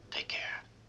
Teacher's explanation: Agora falando com mais naturalidade, você não tem esse segundo k do take. Só fica de uma vez só, porque tem o k do take e tem o k do care.